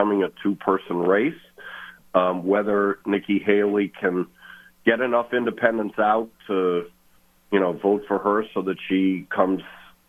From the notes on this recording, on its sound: Calling LIVE from Las Vegas.